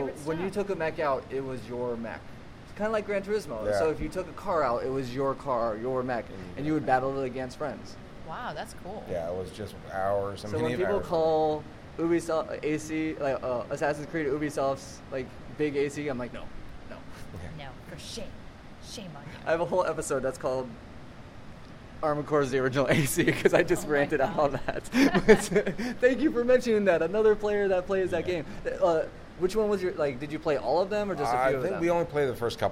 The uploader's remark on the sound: This was record the last day of Wondercon near the end of the convention. Sorry about the noise, it is hard to find a quiet spot at a convention.